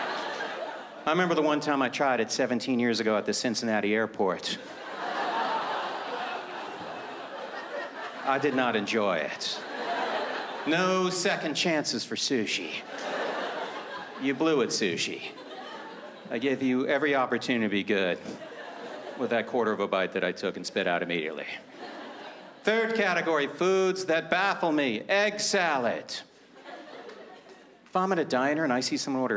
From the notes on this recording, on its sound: Took place at the Just for Laughs Festival in Montreal, Quebec, in 2014.